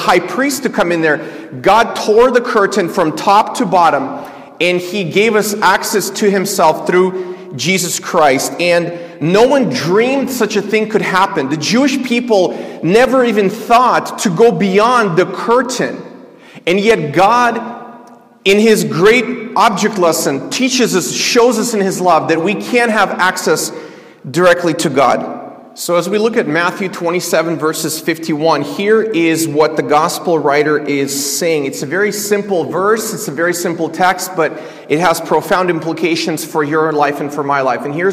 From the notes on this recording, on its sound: This is a sermon I preached at my church